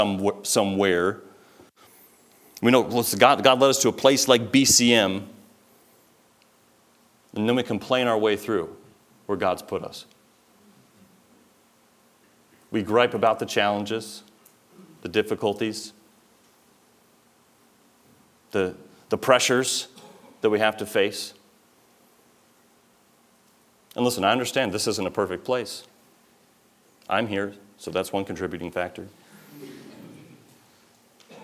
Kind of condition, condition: setting, large echoing room